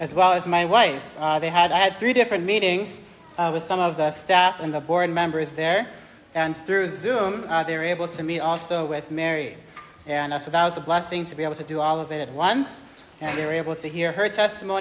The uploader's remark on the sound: This message was recorded live on 10th January 2023 during the Independent Baptist College of Ministry Spiritual Life Retreat.